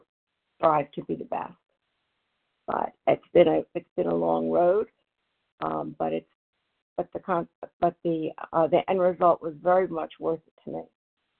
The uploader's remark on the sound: from the 100 Pounders Phone Meeting, 10/13/23